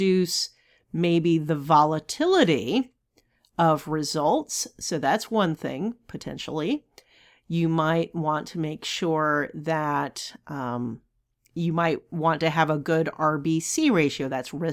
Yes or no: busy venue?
no